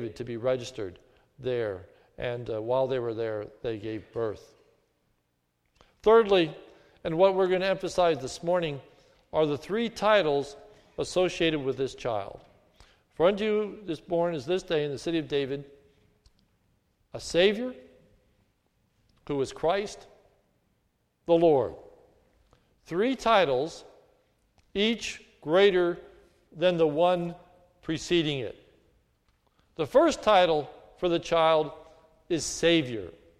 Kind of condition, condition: setting, large echoing room